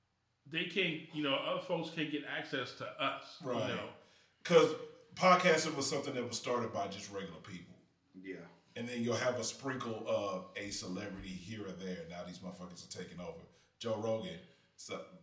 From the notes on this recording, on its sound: We had some audio issues in this joint. Basically down to one mic but we powered thru.